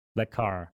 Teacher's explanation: то есть это на стыке вы не услышите к-к. · Term: отсутствие взрыва